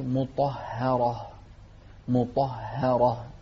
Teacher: الهاء هنا بعد الطاء الهاء هني صايرة بين حرفين مفخمين الطاء وبعدها راء، فتصير مطهرة مطهرة. نفخم الطاء ونرقق الهاء ونفخم مرة ثانية